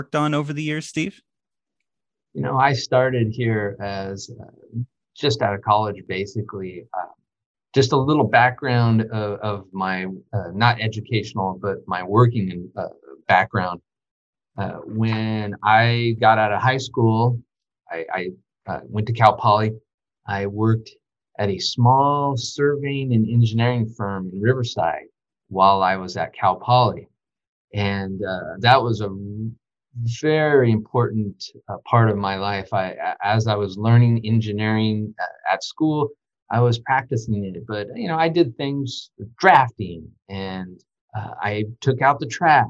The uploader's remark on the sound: via Zoom